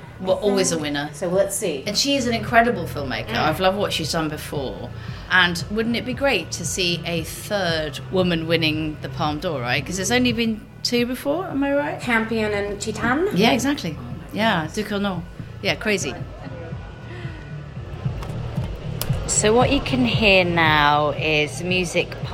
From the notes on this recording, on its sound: Live from Cannes! From the red carpet to the film market, behind the scenes at the festival. A taste of the French Riviera live from the Festival de Cannes, catching some friends of Girls On Film out and about at the festival.